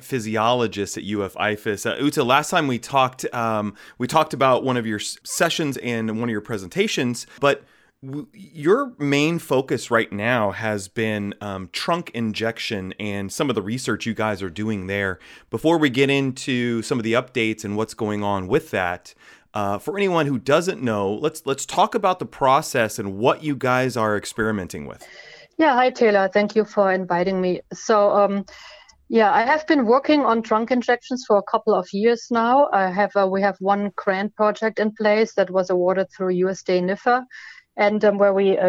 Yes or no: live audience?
no